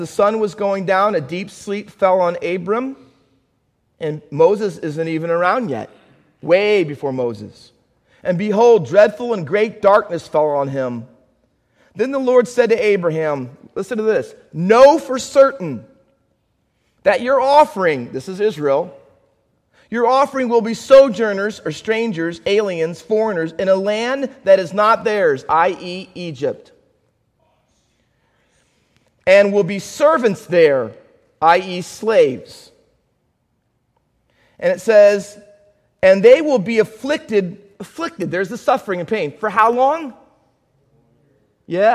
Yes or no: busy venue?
no